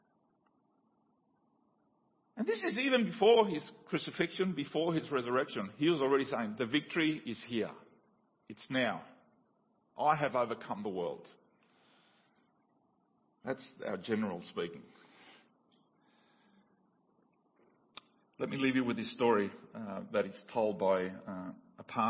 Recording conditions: large echoing room